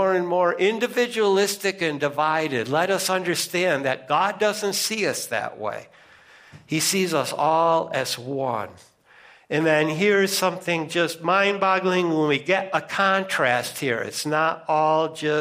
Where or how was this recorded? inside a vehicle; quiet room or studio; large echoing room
large echoing room